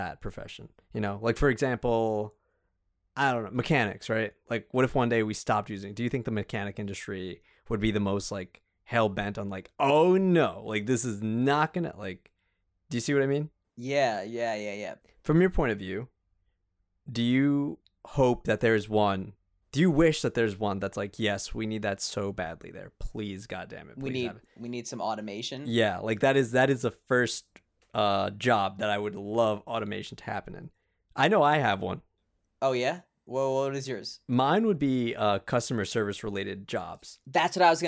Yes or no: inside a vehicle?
no